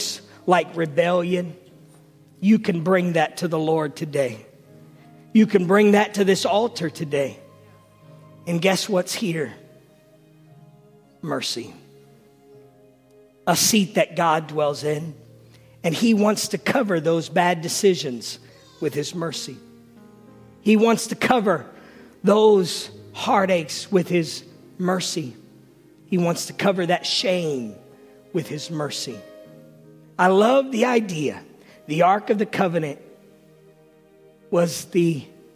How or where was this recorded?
large echoing room